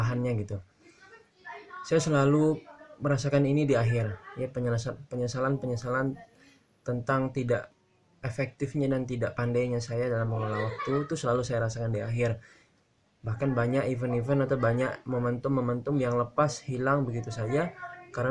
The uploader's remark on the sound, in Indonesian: Podcast ini aku rekam di siang hari. Dan maaf dengan noise yg ikut terekam juga.